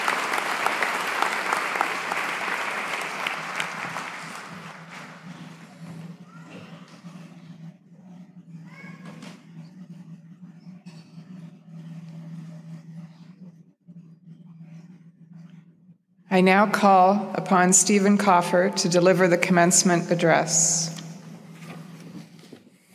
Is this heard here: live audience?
yes